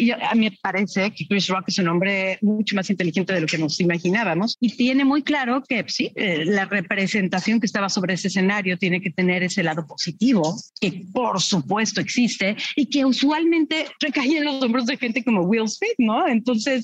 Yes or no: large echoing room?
no